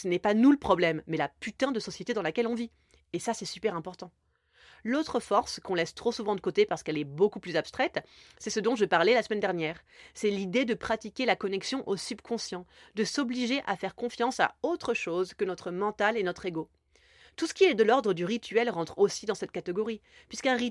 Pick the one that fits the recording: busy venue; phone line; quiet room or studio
quiet room or studio